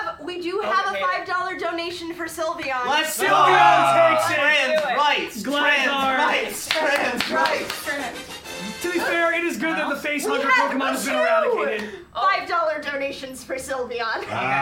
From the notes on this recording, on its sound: Live from Extra Life 2023. Live from Michigan, it's a special morning edition of Champs In The Making!